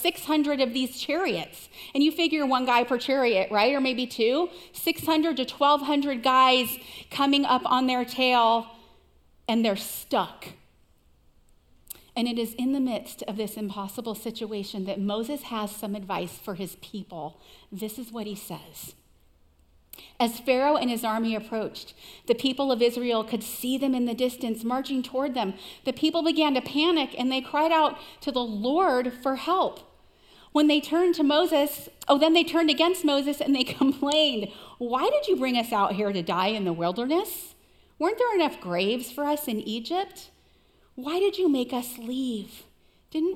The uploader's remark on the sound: Recorded live at CrossWinds Church on June 25, 2023.